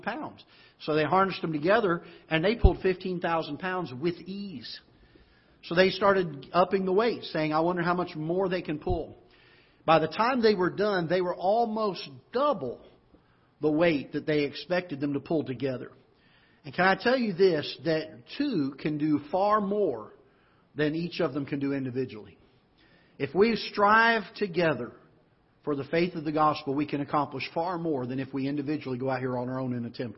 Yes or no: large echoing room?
yes